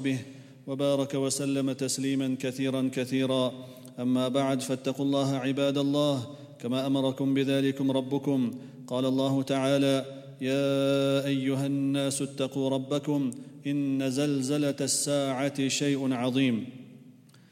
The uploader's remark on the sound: at the Houghton Masjid (West Street)